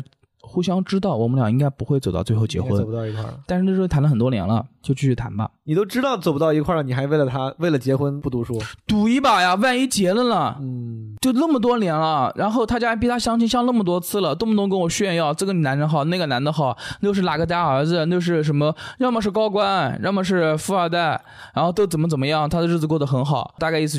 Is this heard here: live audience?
no